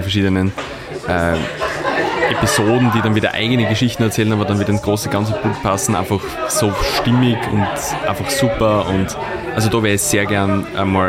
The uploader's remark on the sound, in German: Diese Folge ist ein Mitschnitt des Events Graz Podcast Get-Together.